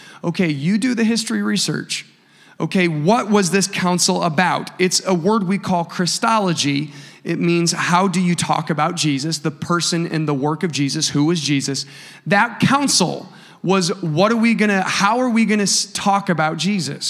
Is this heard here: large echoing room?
yes